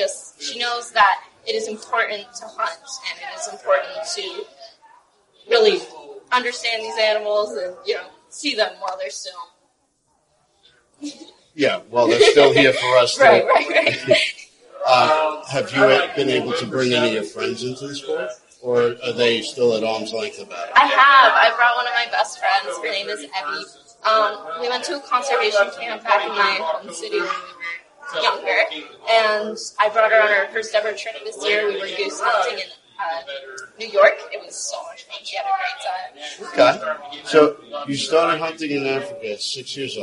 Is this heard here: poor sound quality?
yes